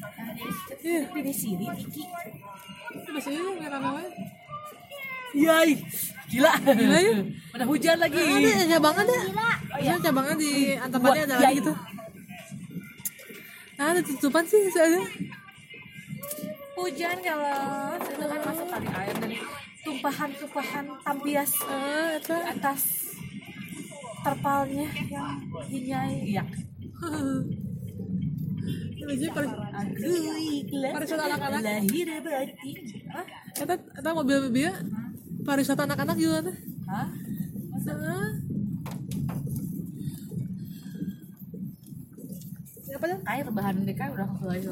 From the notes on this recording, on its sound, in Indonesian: di perjalanan pulang dari rumah nenek, ditemani dua bocah dengan backsound YouTube